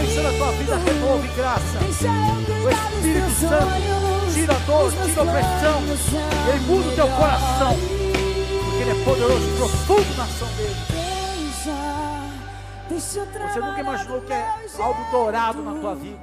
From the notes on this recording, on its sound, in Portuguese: Áudio extraído do culto da Igreja Bola de Neve Porto Alegre